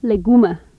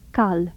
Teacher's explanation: A lateral approximant, first in initial position, then in final position